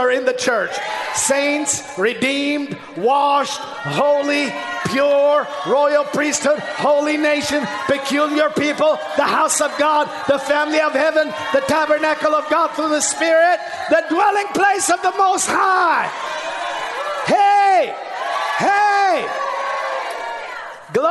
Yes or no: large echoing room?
yes